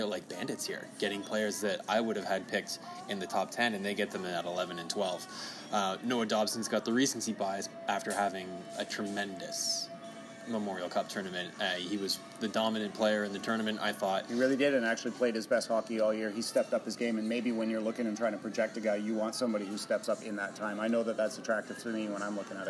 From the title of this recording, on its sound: Live from the NHL Draft